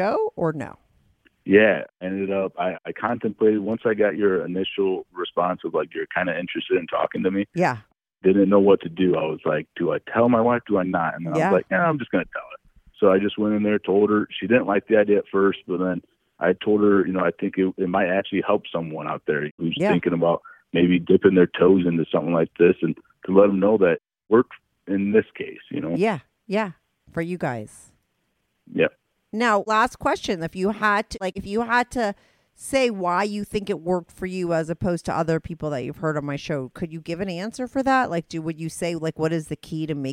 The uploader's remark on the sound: called in to talk all about it